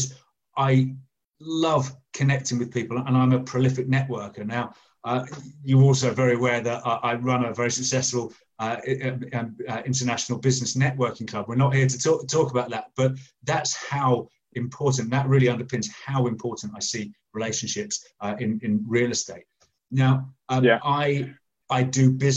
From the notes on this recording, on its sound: recent facebook live recordings